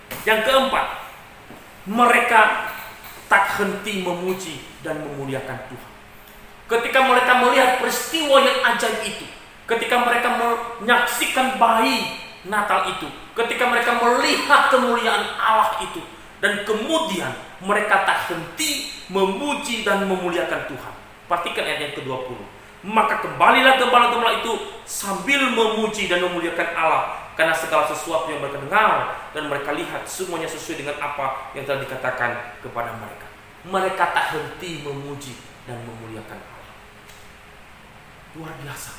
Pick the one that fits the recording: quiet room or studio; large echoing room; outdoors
large echoing room